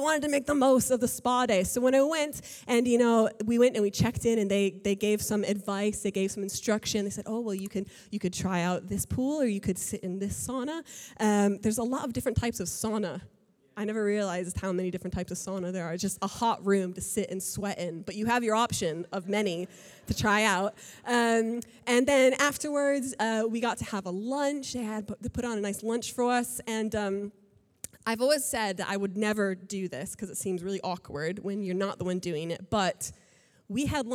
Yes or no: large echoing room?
yes